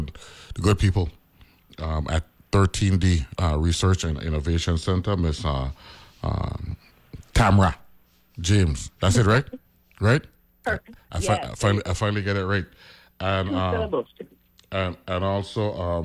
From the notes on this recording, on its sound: speaks on the phone